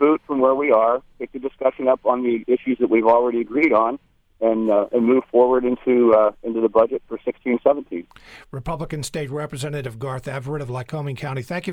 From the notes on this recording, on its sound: We'll open the phones